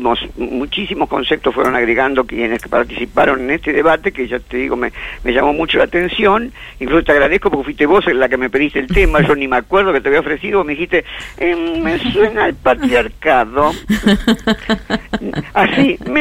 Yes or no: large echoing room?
no